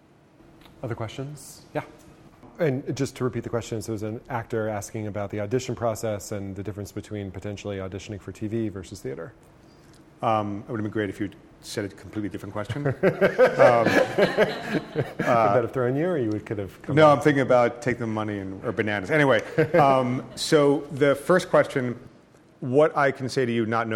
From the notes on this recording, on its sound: In front of a packed crowd in New Haven.